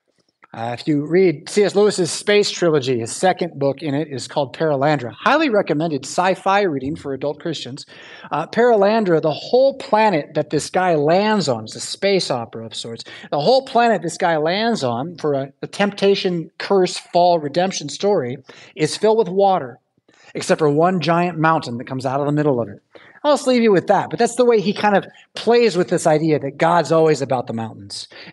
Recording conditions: large echoing room